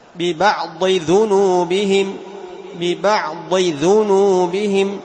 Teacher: فتعطي الضاد يعني استعلاء وإطباق. طيب، وأما الذال تجعلها مستفلة · Term: تخليص الضاد من الذال